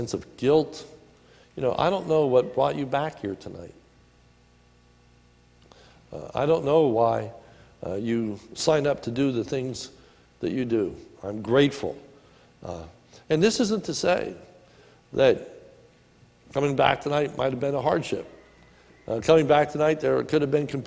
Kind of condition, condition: setting, large echoing room